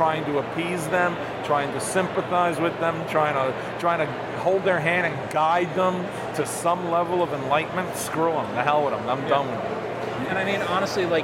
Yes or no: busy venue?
yes